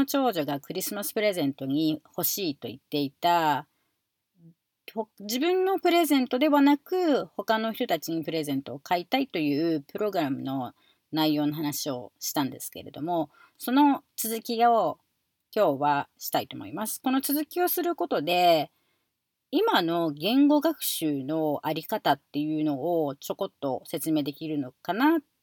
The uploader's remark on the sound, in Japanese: アメリカの異常気象の中 （いつもだったら マイナス５度）が今日は２１度で 車の中で半袖で エアコンつけて。強風警報が朝から出てて 最高風速が１２０キロになるかも知れない。